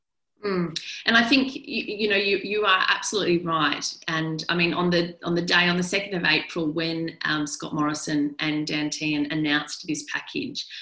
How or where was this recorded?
video call